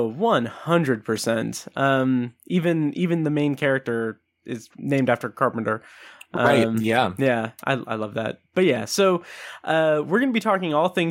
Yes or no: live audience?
no